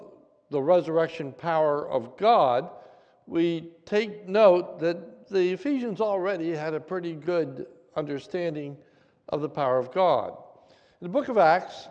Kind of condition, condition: setting, large echoing room